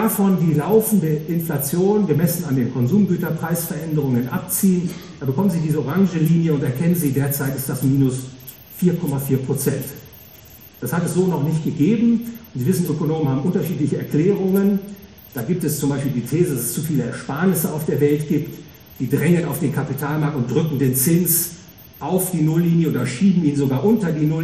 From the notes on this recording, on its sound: Gehalten auf der "World of Value". Frankfurt a.